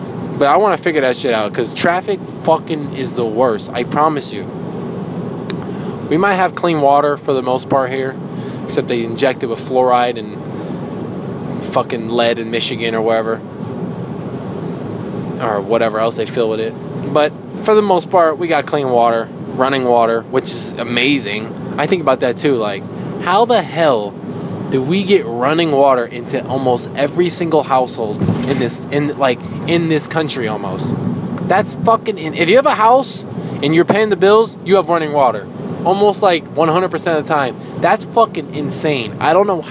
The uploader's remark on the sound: I talk in my car